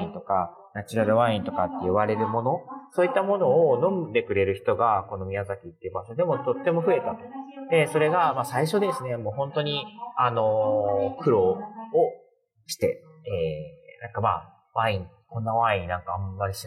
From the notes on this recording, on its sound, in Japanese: 出張帰りの空港で収録してお届けしています